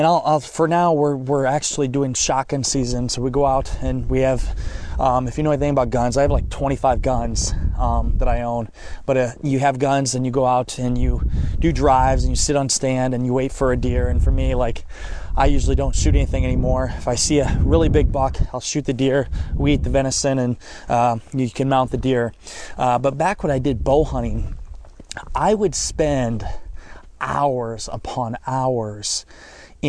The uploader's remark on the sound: I am recording in the snow in the middle of the woods right now! During shotgun season.